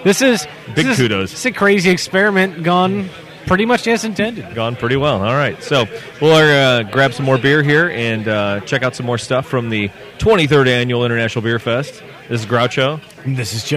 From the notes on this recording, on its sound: Clips from the festival VIP tent. Audio fail!